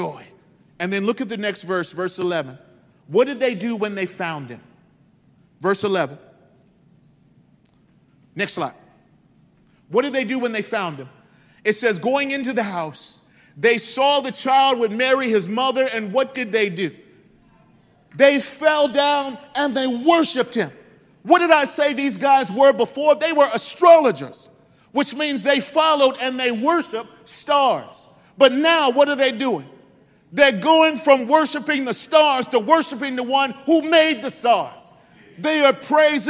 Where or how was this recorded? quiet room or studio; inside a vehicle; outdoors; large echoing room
large echoing room